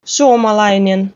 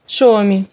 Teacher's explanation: Похож на русский «с», но произносится со свистом и шипением, что-то среднее между «с» и «щ» русскими.